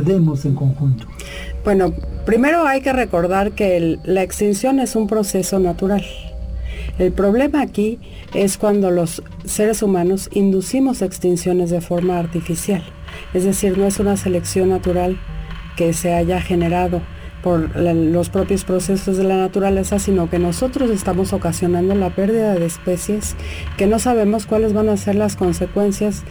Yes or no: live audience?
no